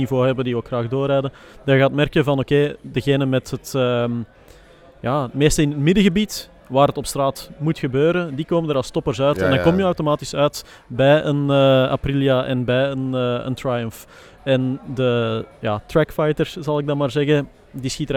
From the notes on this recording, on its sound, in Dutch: Live vanaf de ChromeBurner Start Your Season-dag in Nieuwkuijk